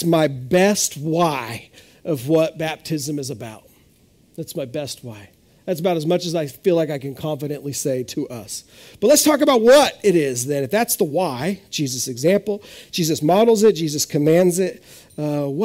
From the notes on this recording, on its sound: This is audio ripped from the Live Service video.